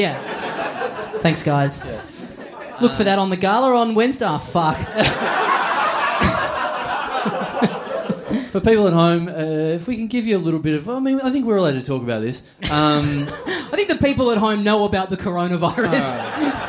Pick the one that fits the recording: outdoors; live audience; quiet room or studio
live audience